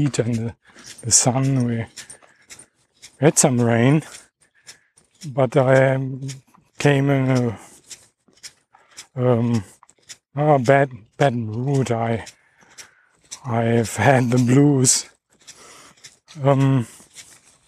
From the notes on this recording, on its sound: Dog Walk. I am walking and talking about the schizophrenic summer 2018 in Germany.